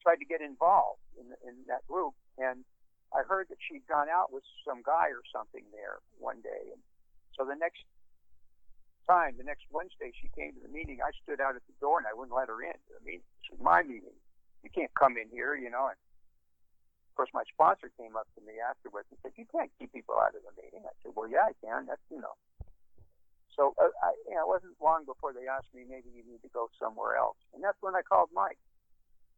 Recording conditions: phone line